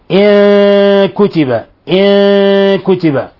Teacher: فنجافي بين اللسان بين طرف اللسان وأصول الثنايا · Term: إخفاء حقيقي